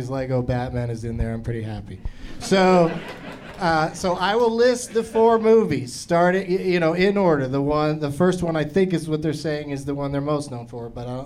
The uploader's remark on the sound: Live from Zanies in Rosemont